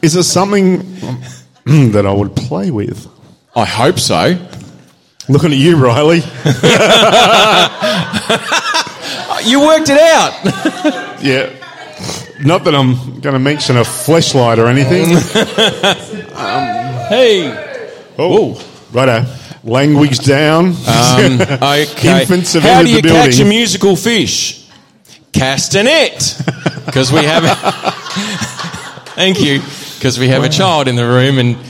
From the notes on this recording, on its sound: Live Show. With a kickass live audience.